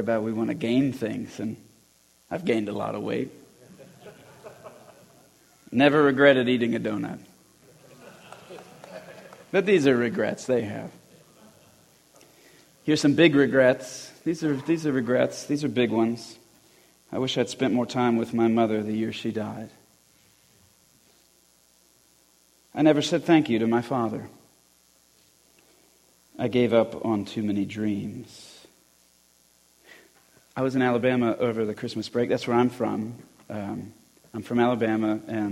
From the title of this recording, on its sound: Christian Men's Conference 2020 Talk 4